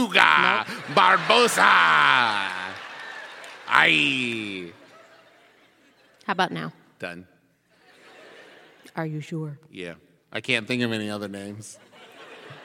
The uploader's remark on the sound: This episode was recorded LIVE at our Orlando show.